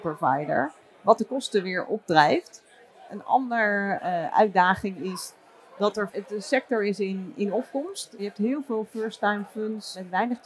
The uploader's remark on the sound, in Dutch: live vanaf het cardano-podium op Fund Seminar 2023